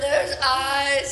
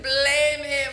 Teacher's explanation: some of the words, the syllables get drawn out, like the way you say eyes, blame, even teeth